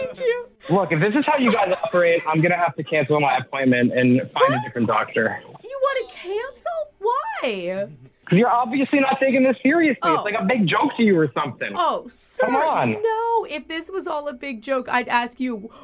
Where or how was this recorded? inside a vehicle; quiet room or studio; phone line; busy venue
phone line